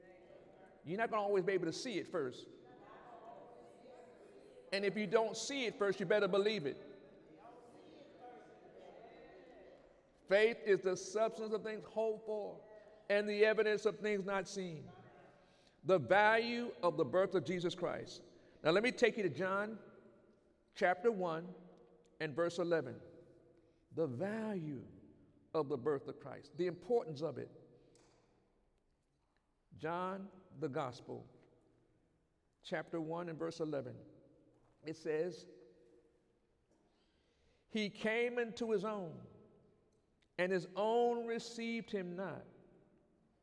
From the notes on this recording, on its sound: During Sunday morning service on December 22, 2019